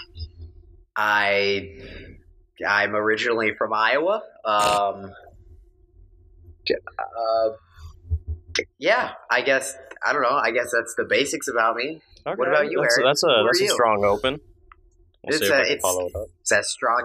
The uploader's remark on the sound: This first episode had some audio issues